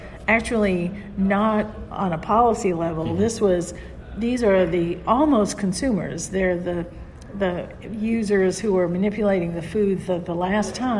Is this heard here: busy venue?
yes